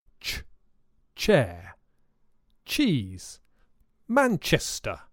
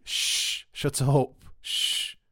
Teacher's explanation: It's similar to the ch sound, but shh is longer and softer